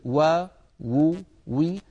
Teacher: هذا كلام على سبيل التغليب، وإلا فإنه لا بد من ضم الشفتين في الواو المادية. وبالنسبة للواو المتحركة نعم إنها من الشفتين، ولكن يصاحب ذلك تذبذب للوترين الصوتيين في الحنجرة